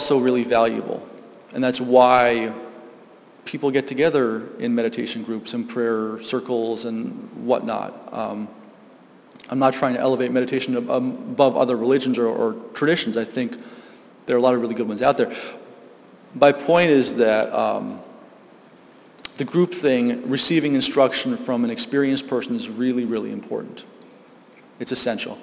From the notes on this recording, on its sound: Live from GLSEN South Hadley.